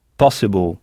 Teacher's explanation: en insistant bien sur le « pas »